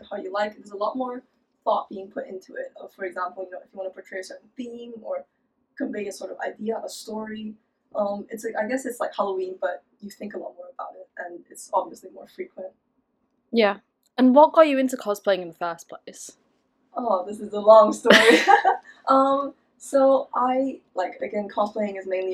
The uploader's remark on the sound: I don’t know what was wrong with the mic but their voice is quieter than mine for some reason. Sorry guys for the bad audio again.